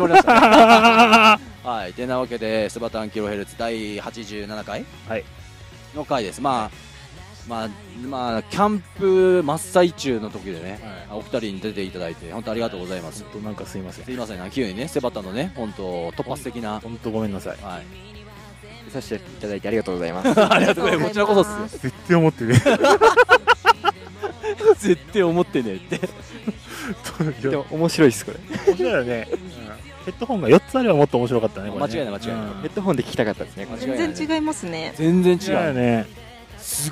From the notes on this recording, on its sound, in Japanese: 今回は茨城を抜け出して栃木のキャンプ場からお届け！久しぶりのまともなキャンプで気温も涼しく快適な場所での収録。